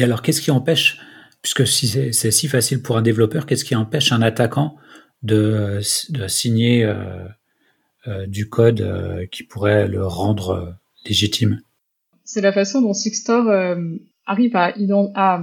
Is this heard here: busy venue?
no